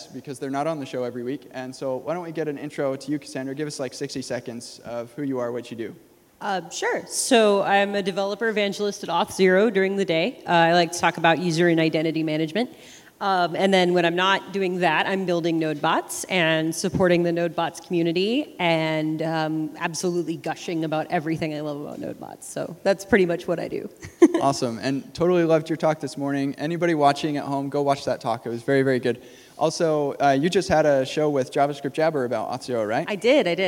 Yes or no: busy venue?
yes